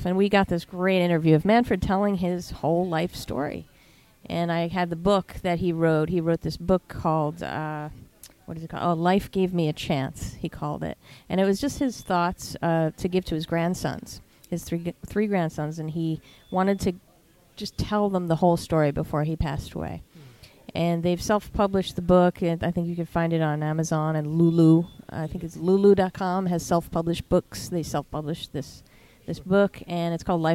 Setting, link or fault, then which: setting, busy venue